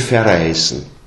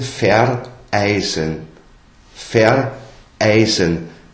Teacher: es ist sowas wie ein neuer Stimmansatz · Shown in: second take